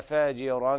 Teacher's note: انفرد ورش عن باقي القراء بترقيق الراء في قوله تعالى فاجرا، لأن الراء مفتوحة وقبلها مكسور